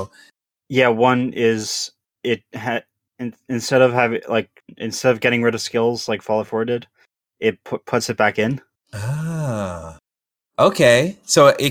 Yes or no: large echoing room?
no